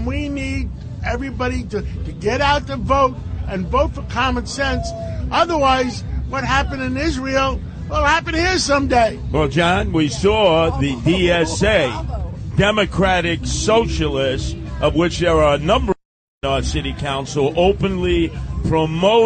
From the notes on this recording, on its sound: Live from the Columbus Day Parade. Reports live from New York City's annual Christopher Columbus Day Parade.